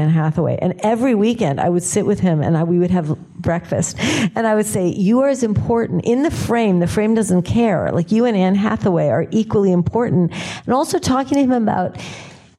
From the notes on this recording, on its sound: in a Q&A at the DGA theater in New York